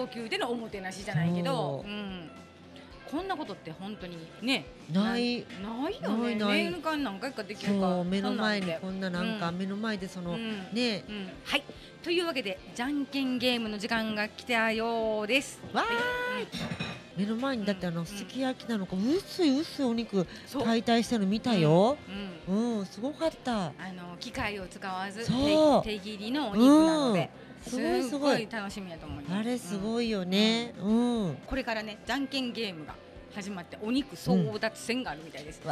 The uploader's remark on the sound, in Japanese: 炭火焼肉・ステーキ萬華様。解体ショー&じゃんけんゲーム実況最高級のお肉を存分にいただきながらの収録でした。